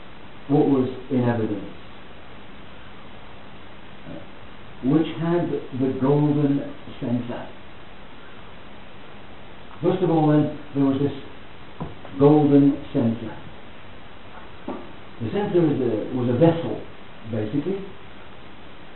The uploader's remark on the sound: Please note that the audio is of poor quality.